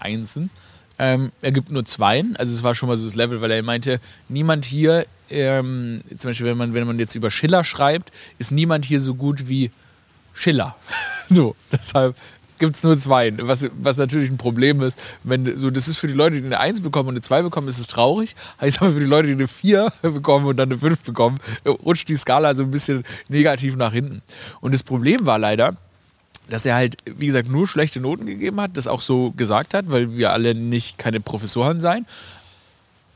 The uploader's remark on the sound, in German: Live aus dem Garten. Für die winterliche Atmosphäre wurde dieses Episode bei 2 Grad Celcius Außentemperatur im Garten aufgenommen.